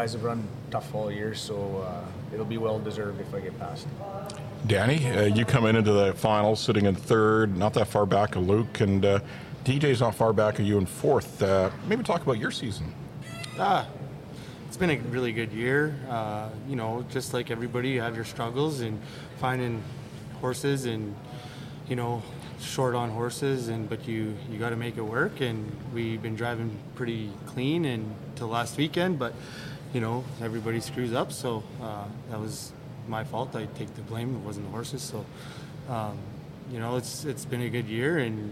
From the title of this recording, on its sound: CPCA Finals live at Lloyd Ex